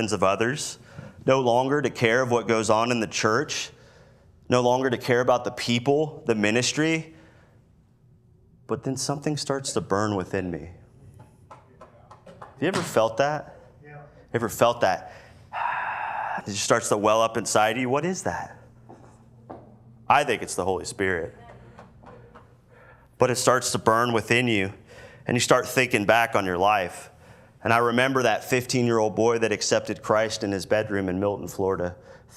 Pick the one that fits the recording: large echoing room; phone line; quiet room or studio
large echoing room